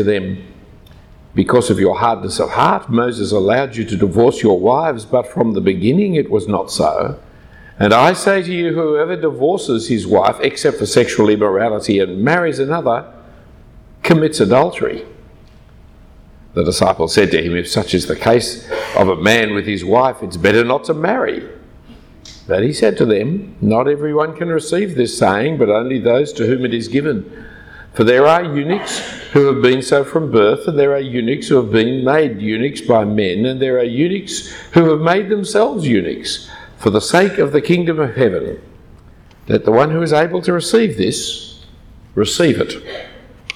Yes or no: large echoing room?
yes